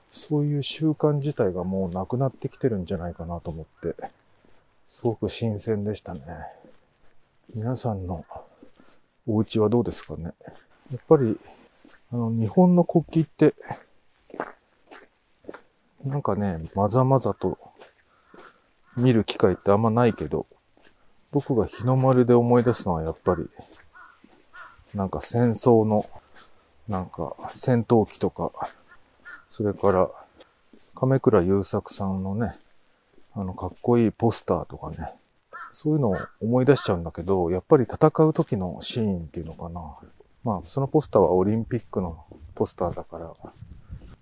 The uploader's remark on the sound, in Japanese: 冬のお散歩収録。ある日、晴れた日のお散歩収録です。